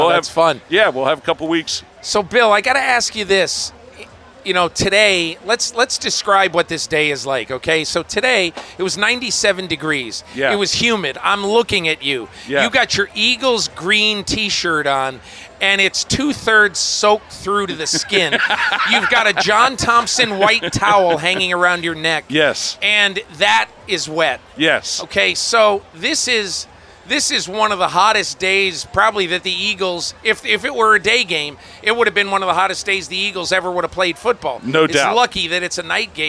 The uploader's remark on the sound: Live from Opening Night. A live game podcast--from the parking lot, the field, the press box and the locker rooms.